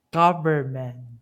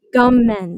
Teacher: there's a tendency for Chinese speakers to drop the ver, the second syllable · Shown in: second take · Like government, like that.